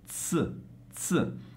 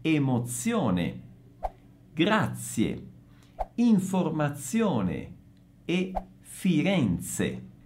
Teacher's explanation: La Z sorda si pronuncia come se fosse TS